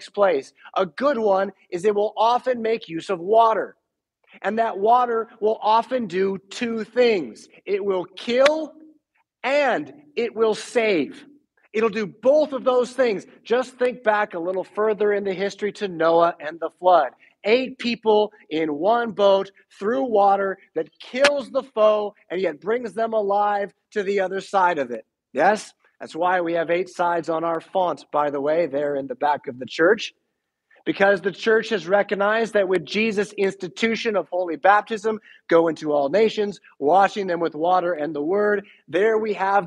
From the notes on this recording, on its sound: Preached at St Paul Lutheran Church , Rockford, Illinois on April 17, 2022.